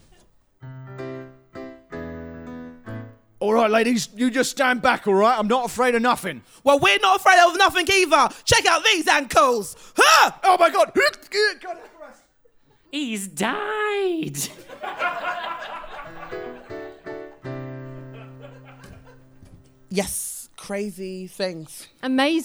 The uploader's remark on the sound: Improvised in front of a live studio audience, this show has scenes and songs suitable for a more ‘mature’ audience.